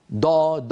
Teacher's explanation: الإنسان على مقدمة فمه دا دا، مهما قال دا ولا دال، مهما حاول أن يفخم لن يخرج معه ضاد، بل ستخرج معه دال مفخمة